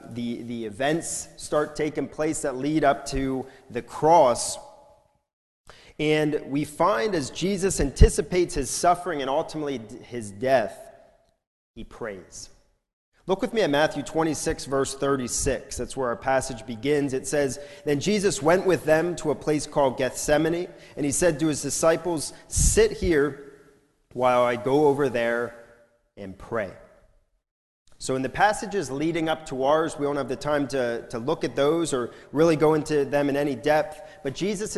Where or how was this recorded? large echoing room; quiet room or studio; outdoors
large echoing room